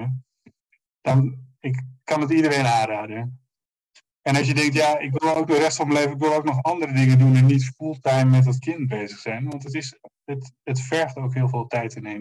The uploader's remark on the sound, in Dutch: Helaas slechte geluidskwaliteit